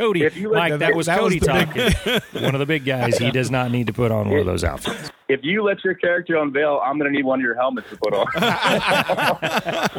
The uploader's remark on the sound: For a quick phone call.